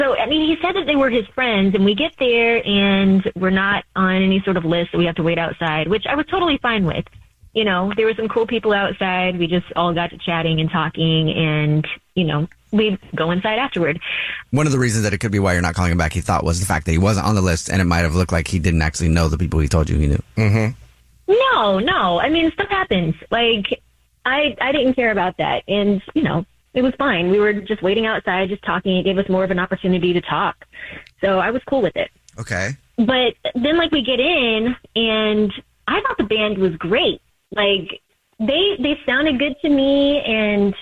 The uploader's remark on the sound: We get that other person on the phone